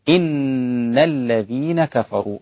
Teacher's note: إن التركيز على الغنة وليس على كسر الهمزة